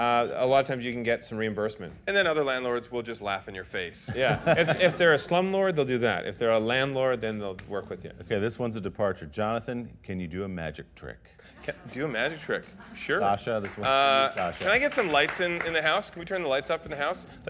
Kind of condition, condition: setting, live audience